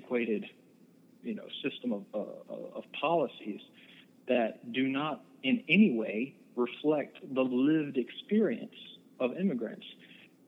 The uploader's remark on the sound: I talked on the phone